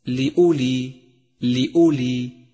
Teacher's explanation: الواو الرمادية في كلمة لأولي لأولي، فإنها لا تلفظ، وقد ميزها مصحف التجويد بهذا اللون الرمادي إشارة إلى عدم لفظها لأولي وليس لأولي، فهو خطأ شائع.